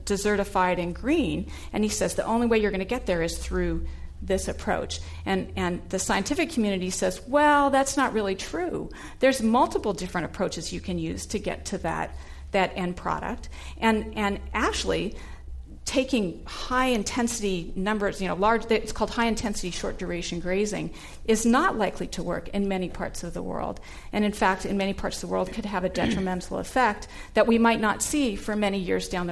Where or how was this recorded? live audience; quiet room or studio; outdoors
live audience